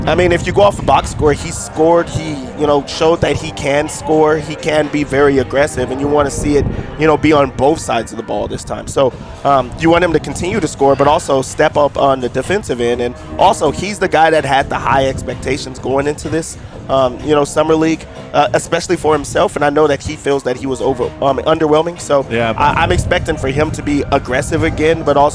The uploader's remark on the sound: live from Circa Stadium Swim